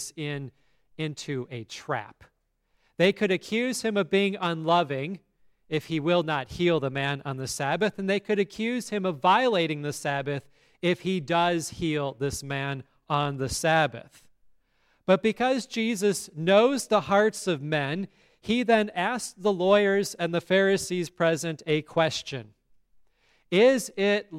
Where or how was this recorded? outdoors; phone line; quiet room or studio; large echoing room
large echoing room